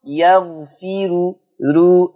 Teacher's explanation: الراء مرققه لورش وصلا · كلمة يغفر هيبقى فيها ترقيق الراء لورش عن نافع، لأن الراء مضمومة خلاص ومسبوقة ها بحرف المكسور